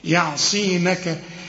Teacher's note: وما تطلعش الصاد سين